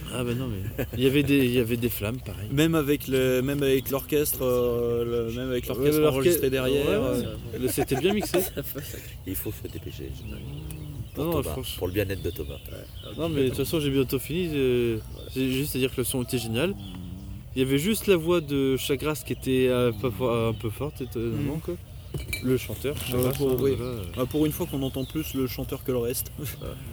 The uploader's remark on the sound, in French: Les Enjoyés au Hellfest 2018. Il s'agit d'une review collective entre amis, enregistrée sur place, au jour le jour pendant le festival.